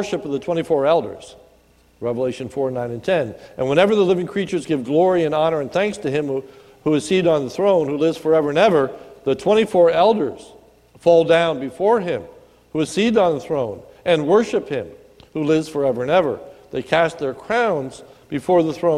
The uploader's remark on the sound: This is a sermon recorded at the Lebanon BFC on 2/10/2019 during the evening service